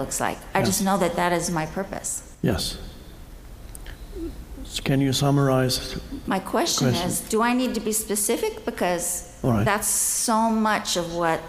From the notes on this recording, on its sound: Answers questions from a live audience. A woman in the audience says she is interested in manifesting her purpose.